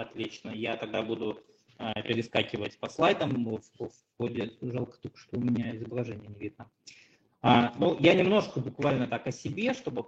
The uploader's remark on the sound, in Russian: К сожалению, не удалось избежать проблем со звуком.